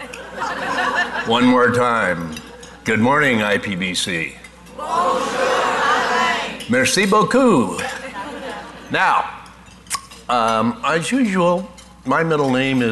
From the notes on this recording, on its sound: Live Broadcast at the The IPBC IGNITE Conference.